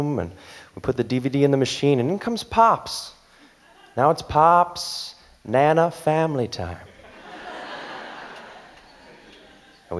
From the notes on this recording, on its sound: To the stage for our first ever LIVE show! Rock San Francisco’s Brava Theatre.